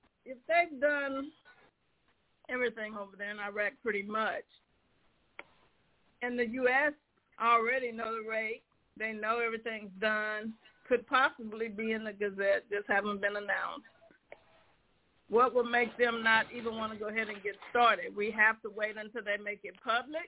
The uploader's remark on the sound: TNT Superfantastic Conference Call